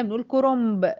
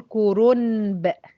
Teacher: بنحول النون لميم من غير ما نقصد · Shown in: first take · ده الاسهل على جهاز النطق ايه بتاعي، غير اما اقول كورونب.